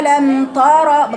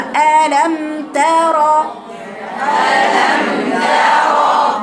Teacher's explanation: فصيلي بين التاء والراء المفخمة · Shown in: second take · Term: التاء رقيقة